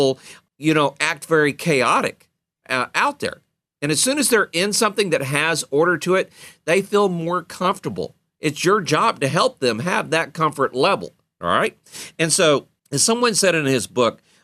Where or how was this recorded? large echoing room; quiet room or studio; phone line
quiet room or studio